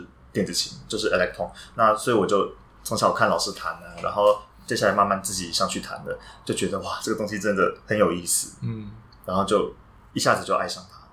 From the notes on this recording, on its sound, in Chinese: 雖然這集很抱歉收音滿差，沒想到他家旁邊有醫院、外面是台灣大道，聲音吵雜的程度讓我剪輯有點崩潰。